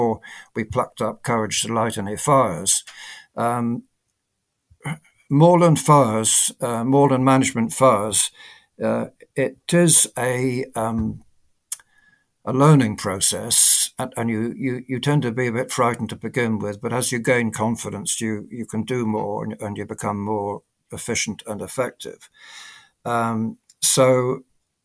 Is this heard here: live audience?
no